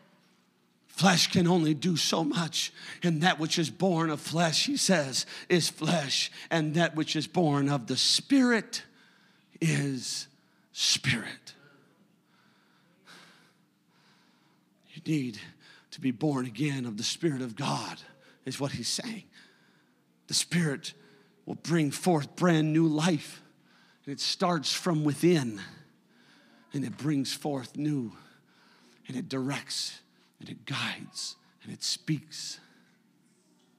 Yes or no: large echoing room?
yes